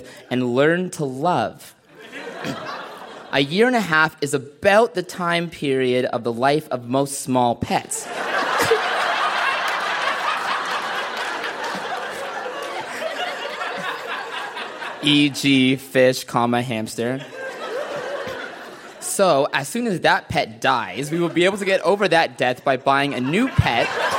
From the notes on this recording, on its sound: Recorded live at The Royal Cinema in Toronto.